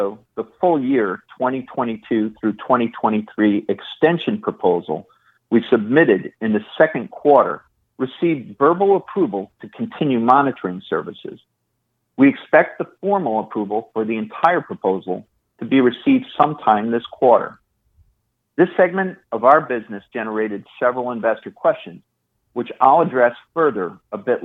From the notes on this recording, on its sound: IIOT Oxys August 2022 Conference Call.